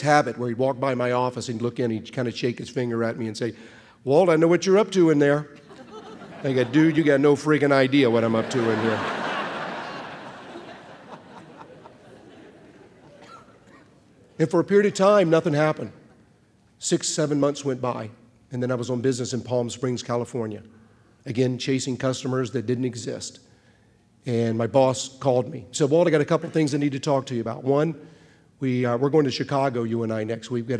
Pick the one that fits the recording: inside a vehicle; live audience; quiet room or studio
live audience